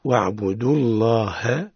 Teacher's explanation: عليك أن تنتبه إلى تفخيم لفظ الجلالة في قوله تعالى واعبدوا الله، تفخيم اللام وترقيق الهاء